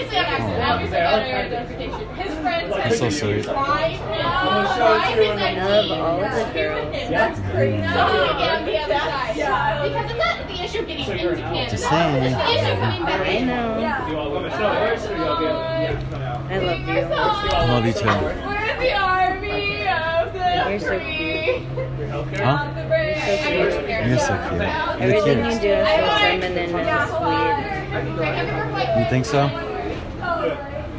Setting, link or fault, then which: setting, busy venue